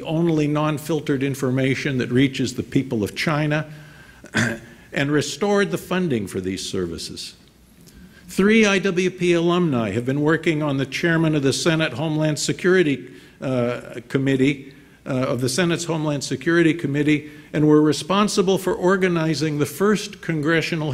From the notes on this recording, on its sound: delivered remarks at IWP's Commencement ceremony on May 18, 2019, at the Fairmont Hotel in Washington, D.